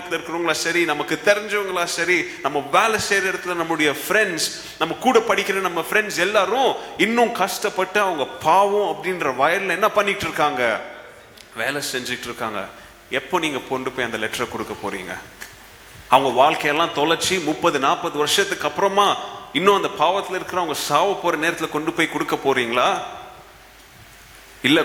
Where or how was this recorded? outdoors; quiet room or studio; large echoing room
large echoing room